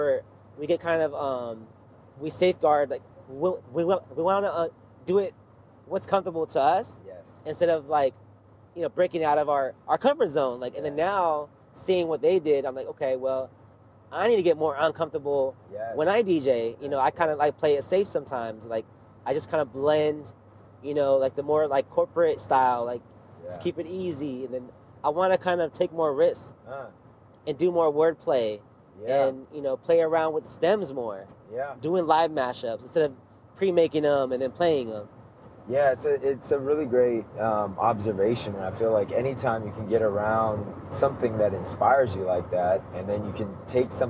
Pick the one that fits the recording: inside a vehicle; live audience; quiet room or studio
inside a vehicle